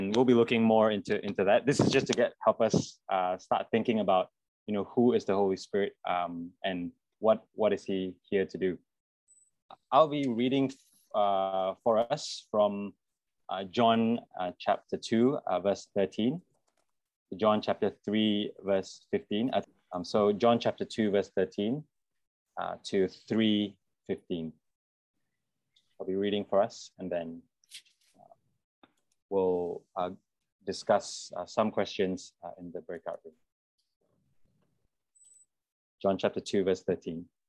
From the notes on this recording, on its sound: this term was online via Zoom